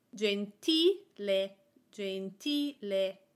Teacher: Here we have three syllables, gen-ti-le. I am putting the emphasis on the syllable before the last one, ti.